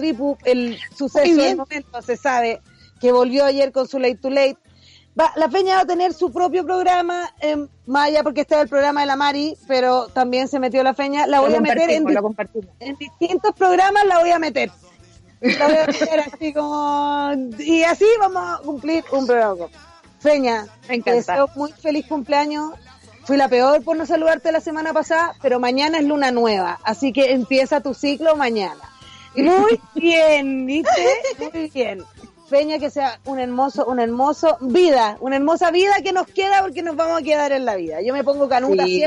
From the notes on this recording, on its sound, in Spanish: En vivo desde la montaña. Pero no logramos comunicarmos.